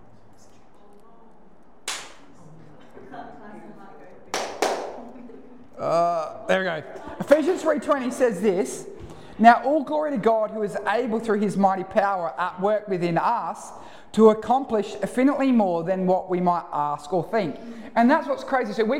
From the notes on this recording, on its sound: Recorded live at One Heart Church (Port Lincoln).